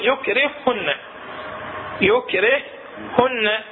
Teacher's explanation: تدغم الهاء الأولى ساكنة بالهاء الثانية المتحركة فيصيران هاء واحدة مشددة من جنس الثانية · Term: ادغام متماثل